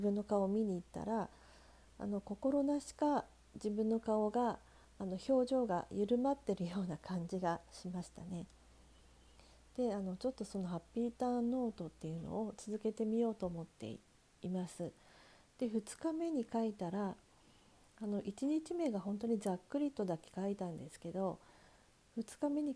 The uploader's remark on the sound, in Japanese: iPhoneイヤホンマイクでの収録